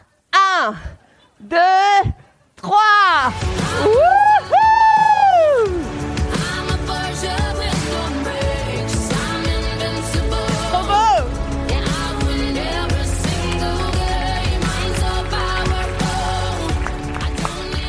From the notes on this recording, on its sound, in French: Retrouvez la captation audio de ma conférence spectacle. Jouée à la soirée organisée par l'association Force Femmes et la CEPAC.